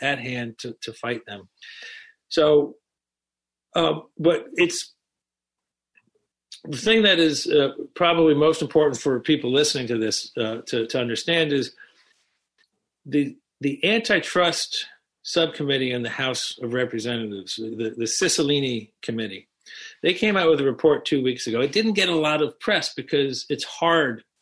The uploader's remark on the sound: This program took place and was recorded live via video conference, for an online audience only, and was live-streamed by The Commonwealth Club of California from San Francisco.